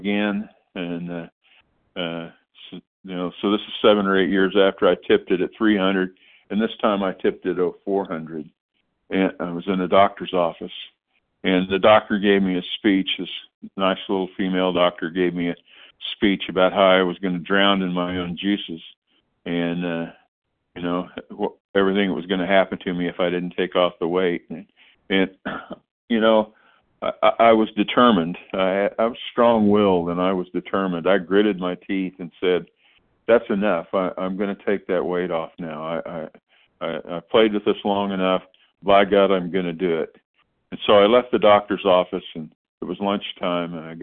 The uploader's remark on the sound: 100 Pounders Phone Meeting, 6/14/23